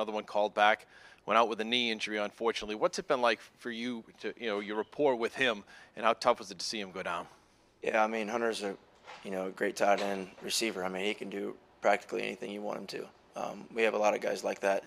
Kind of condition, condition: setting, busy venue